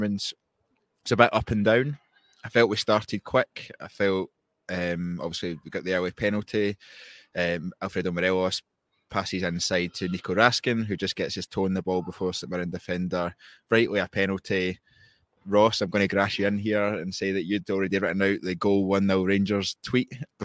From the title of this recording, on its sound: Live Match Reaction From Ibrox